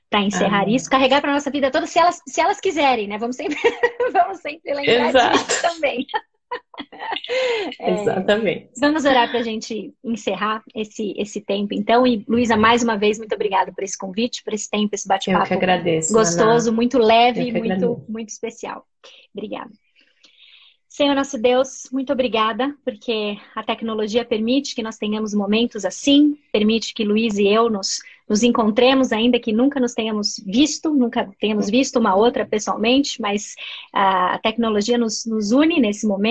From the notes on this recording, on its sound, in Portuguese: uma live no seu Instagram regada a café